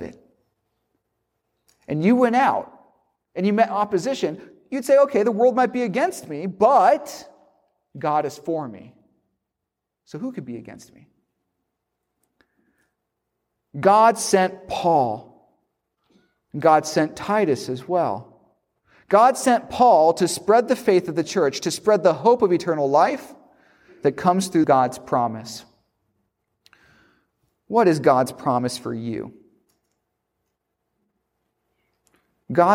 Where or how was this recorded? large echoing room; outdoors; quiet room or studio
large echoing room